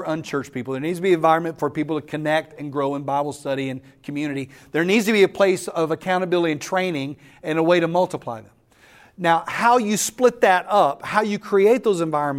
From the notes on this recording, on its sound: The following audio comes from the National Disciple Making Forum by Discipleship.org . That’s where audio for today’s episode was recorded.